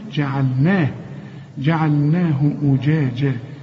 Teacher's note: شوف الجيم معطشة إزاي، إنما ما خلطهاش بالشين، ما قلش أجاجة، لا، أجاجة، أجاجة.